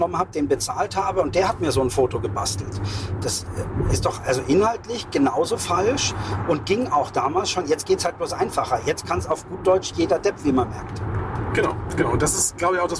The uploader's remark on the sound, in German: On the road #1. Ist das nicht nur eine Ausrede für schlechte Aufnahmequalität? Setz Dich auf unsere Audio-Rückbank.